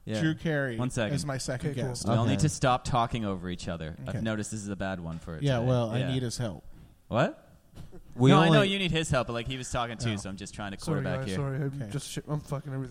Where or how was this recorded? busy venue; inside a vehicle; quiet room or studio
busy venue